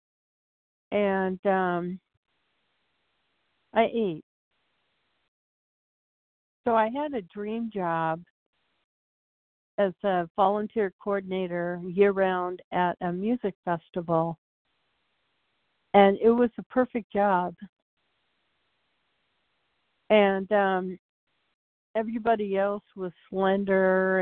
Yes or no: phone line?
yes